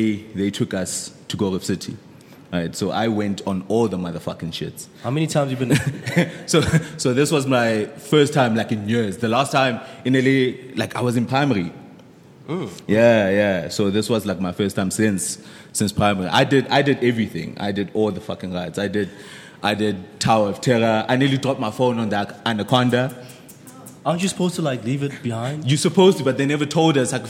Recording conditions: live audience